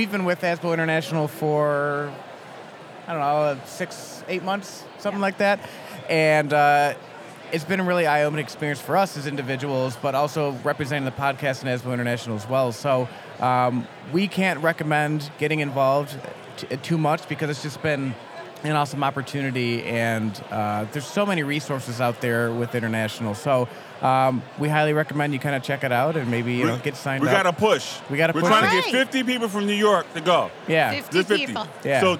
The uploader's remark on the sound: Today we’re coming to you LIVE from the ASBO New York Education Summit trade show floor. Flag down those passing by to get their take on such a wonderful organization!